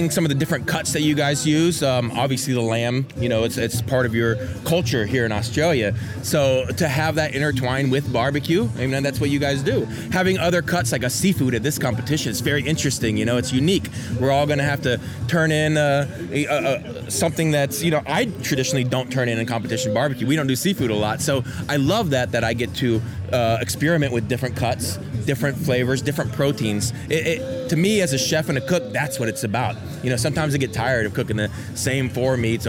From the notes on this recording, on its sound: This episode was recorded at the Fabulous Burleigh BBQ Championships, the jewel in the crown of competition BBQ in Queensland.